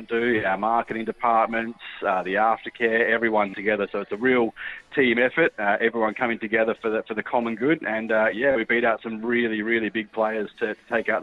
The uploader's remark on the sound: He called